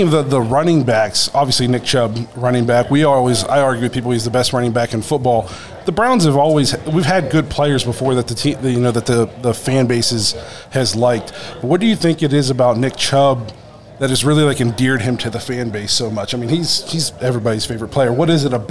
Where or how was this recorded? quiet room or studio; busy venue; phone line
busy venue